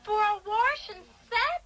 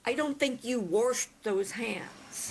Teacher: For people who live in some parts of the country, Warsh is how you might say wash.